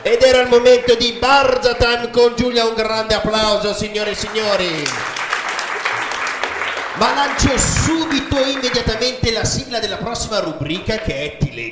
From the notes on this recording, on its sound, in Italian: Scuola Donini di San Lazzaro (BO) - LIVE COL PUBBLICO.